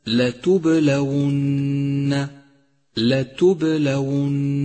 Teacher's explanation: سادسا، أتمم الحركات بشكل صحيح في كلمة لتبلون، لتبلون، فاللام مفتوحة تفتح الشفاه عند نطقها، والتاء مضمومة تضم الشفاه عند نطقها